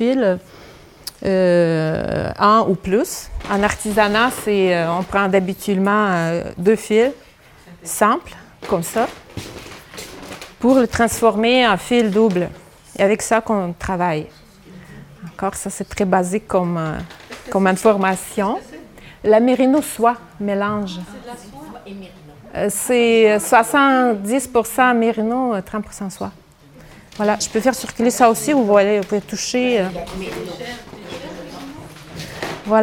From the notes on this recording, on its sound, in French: Diffusion en différé de la conférence donnée à l'occasion de la journée Biais Textile du 9 septembre 2023